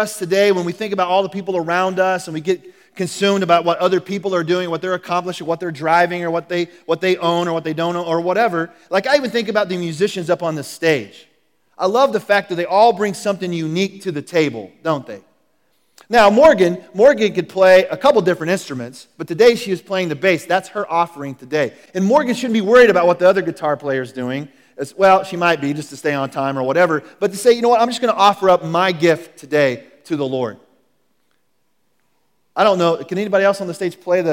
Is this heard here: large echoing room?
yes